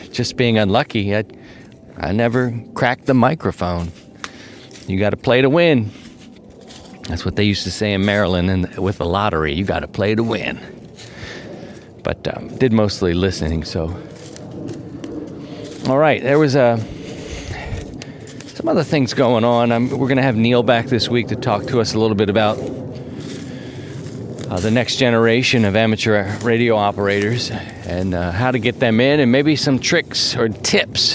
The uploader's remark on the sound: On this episode, we’re back outside. As the weather breaks, 50 MPH winds came through this part of Missouri.